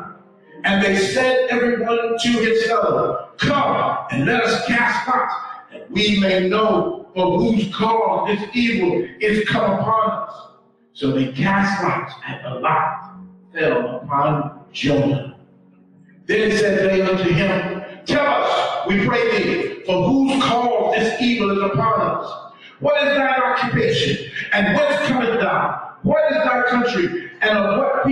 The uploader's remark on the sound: We apologize in advance for the audio as we were having technical difficulties.